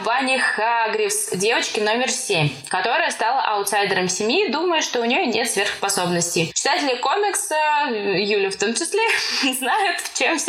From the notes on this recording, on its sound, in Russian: Хоть и звук в этом выпуске вышел в окно и самоуничтожился.